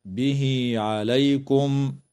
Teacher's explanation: وتوصل هاء الضمير في قوله تعالى: به عليكم، بياء تمد وصلا بمقدار 2 حركات · Term: مد الصلة الصغرى